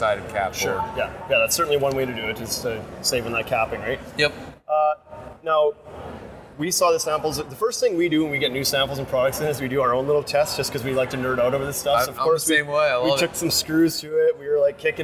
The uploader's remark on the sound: Live from Las Vegas at IBS 2019